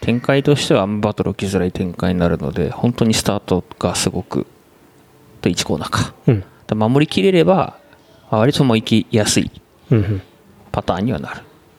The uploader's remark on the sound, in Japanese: 臨場感たっぷり、もてぎからお届け。ピット裏。